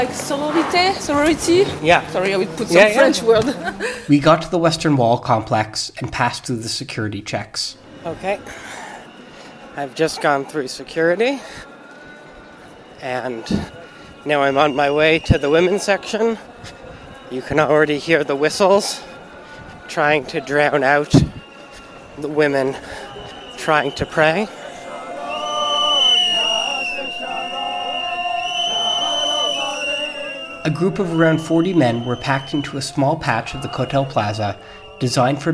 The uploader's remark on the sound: At the Western Wall. Took his recording gear into the crowd to bring us this special on-the-ground report.